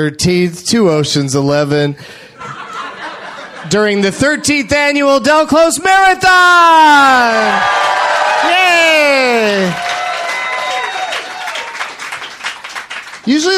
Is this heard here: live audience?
yes